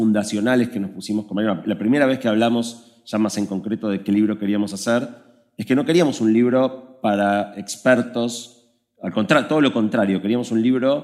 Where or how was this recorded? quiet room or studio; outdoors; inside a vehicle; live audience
live audience